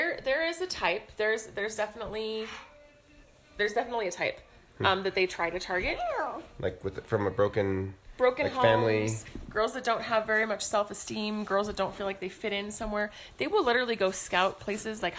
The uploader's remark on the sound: Laugh with us (or at us) as we attempt to record a podcast and parent at the same time.